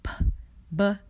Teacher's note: these sounds require constriction or restriction between the two lips · Term: bilabial sounds